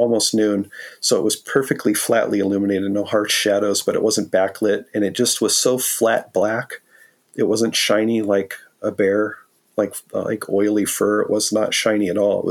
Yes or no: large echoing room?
no